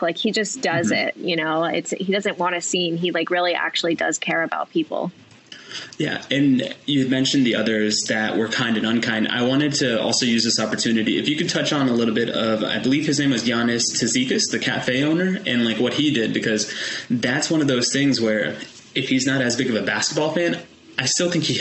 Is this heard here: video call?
yes